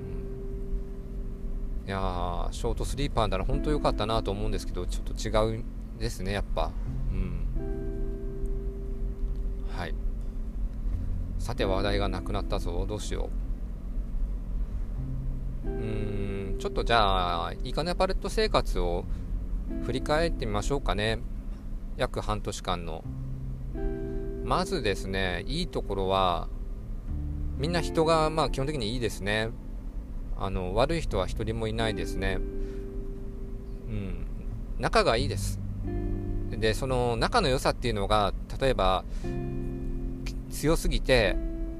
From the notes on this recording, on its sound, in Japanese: 運転中に眠気が・・・ 何か喋ろうと思い収録しました。ドライブに付き合って。運転中に眠気が・・・ 何か喋ろうと思い収録しました。